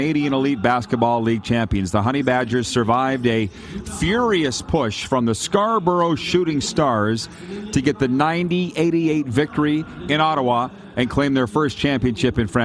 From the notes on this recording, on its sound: LIVE from inside Rogers Place in Edmonton, Alberta... Site of the 2022 World Junior (2.0) championships!